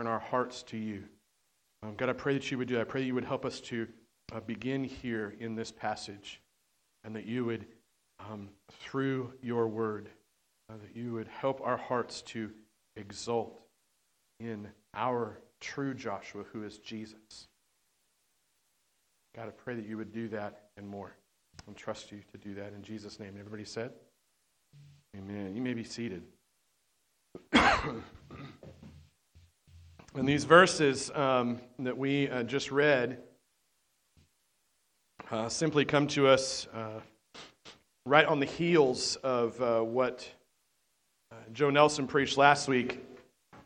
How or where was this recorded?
large echoing room